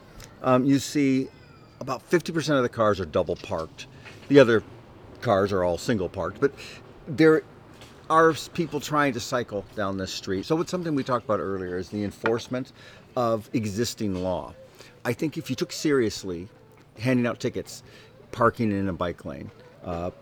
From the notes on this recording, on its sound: Recorded outdoors in the Berlin neighborhood of Prenzlauer Berg.